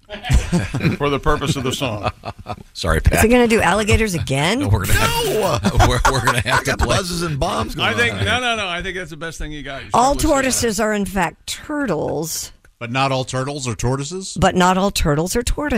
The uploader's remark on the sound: on the phone